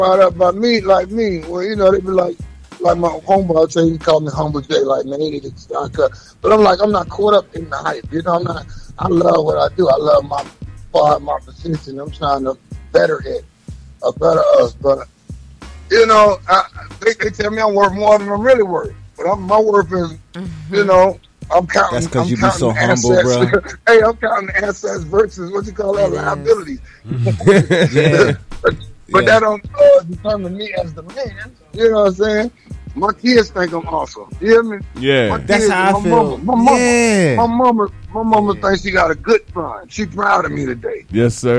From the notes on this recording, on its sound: on the call in on today's episode